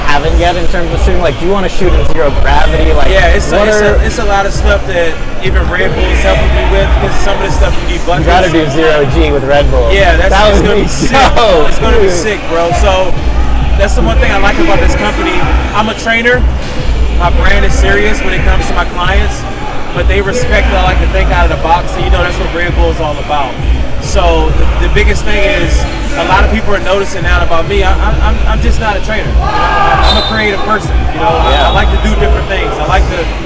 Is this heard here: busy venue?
yes